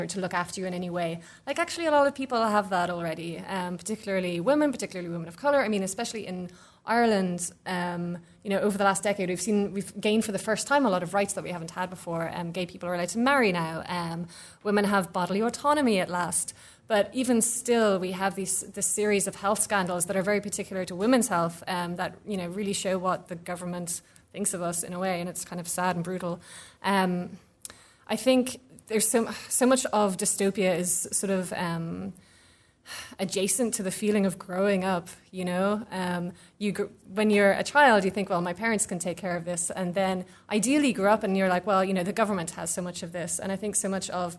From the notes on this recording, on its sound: Theorizing Zombiism conference discussion. Podcast of discussion at Theorizing Zombiism conference.